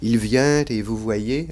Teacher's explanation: un léger « t » qui va du côté de « il vient » · Term: la liaison